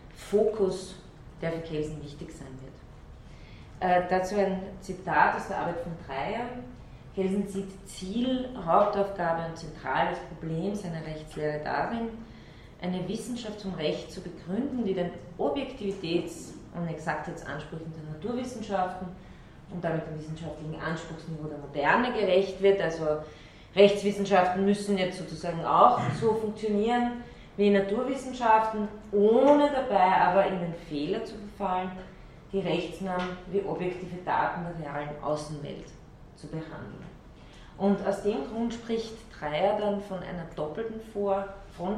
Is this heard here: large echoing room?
yes